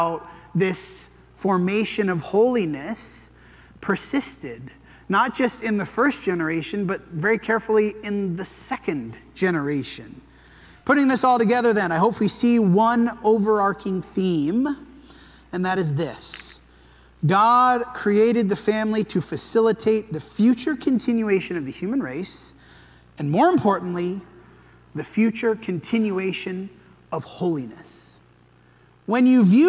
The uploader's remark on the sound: This sermon was preached at the Dewey Church of Christ on July 16, 2023.